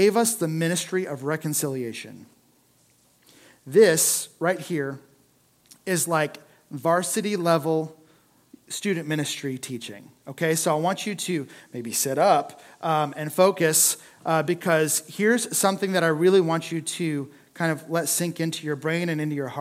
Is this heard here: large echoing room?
yes